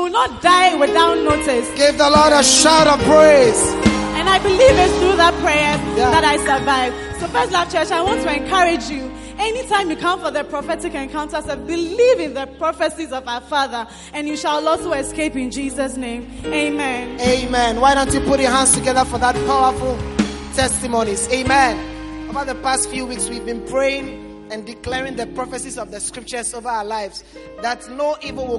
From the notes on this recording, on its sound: Preached at the Prophetic Encounter Service.